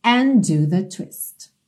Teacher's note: And termina em D. Do começa em D. Você tem um D só